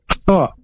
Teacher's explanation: huruf kho ini makhrajnya dari tenggorokan bagian atas